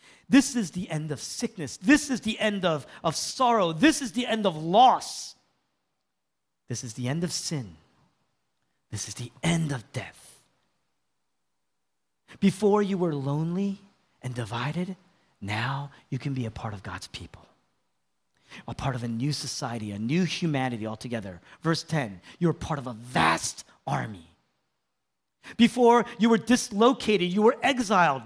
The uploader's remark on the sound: was originally preached in East Falls, Philadelphia on April 9, 2023